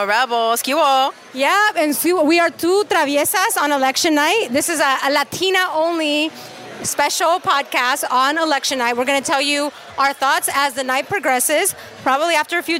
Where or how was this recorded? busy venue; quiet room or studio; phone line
busy venue